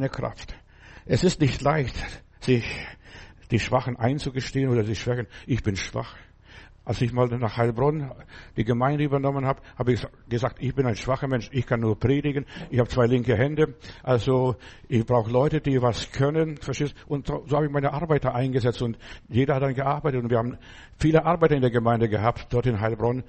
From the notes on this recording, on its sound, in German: November 2023 im Gemeinde-Zentrum in Berlin aufgenommen.